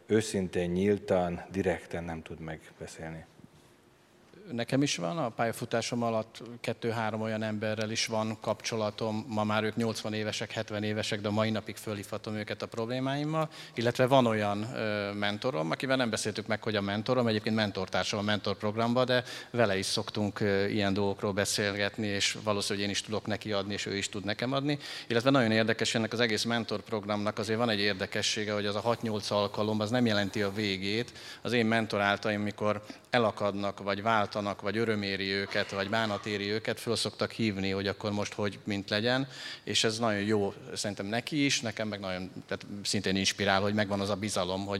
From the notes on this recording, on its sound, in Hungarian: A panelbeszélgetés a Connect Konferencián hangzott el